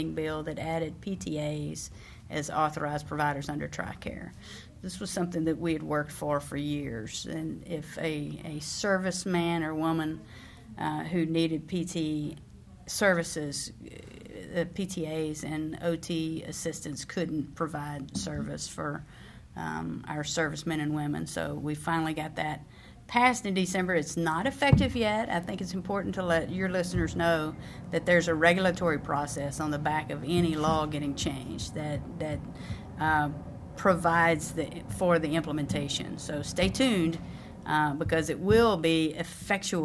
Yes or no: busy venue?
yes